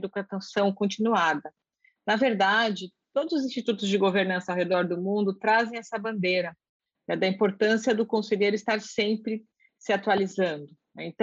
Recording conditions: video call